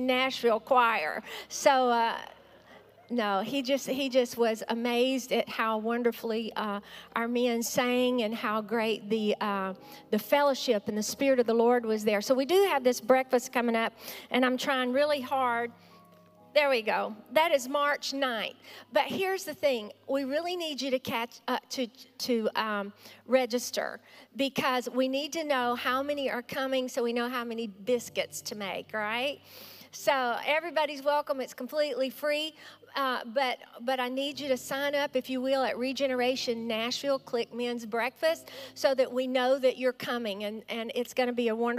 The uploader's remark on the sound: Regeneration Nashville Live!